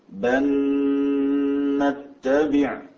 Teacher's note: عندما أدغمها في النون هل ندلكم أو بل نتبع هناك غنة. طبعا الغنة هي صفة المدغم فيه فتبقى موجودة.